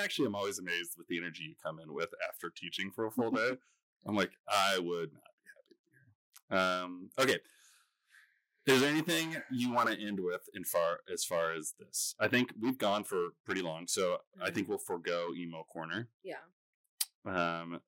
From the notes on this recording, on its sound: Sorry about the sound quality - we have a few issues, but this is a one-week issue. Also, the longer you listen, the better it sounds!